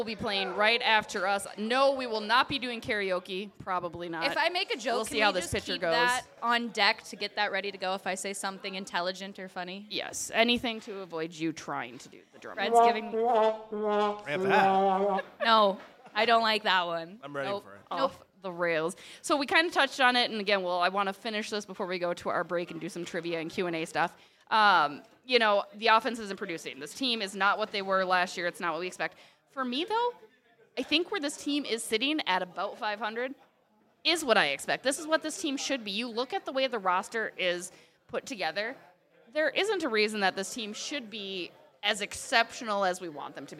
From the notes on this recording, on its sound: Live from Ziggy’s on Main. Hit Stillwater for this week’s episode and this month’s Beauts Live, presented by Grain Belt.